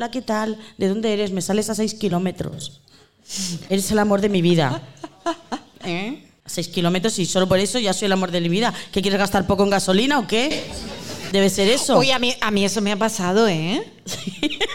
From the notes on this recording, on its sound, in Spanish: Episodio grabado en directo dentro de la programación del Festival 'Enclave Mujer' del Ayto de Murcia.